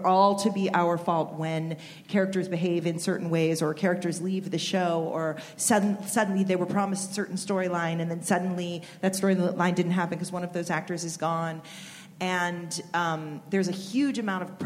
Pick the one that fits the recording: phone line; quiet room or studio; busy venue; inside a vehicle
busy venue